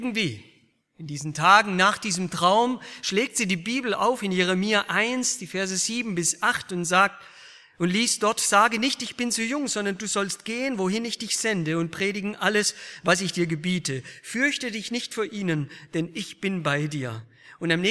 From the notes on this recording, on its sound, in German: aus dem Gottesdienst der Liebenzeller Mission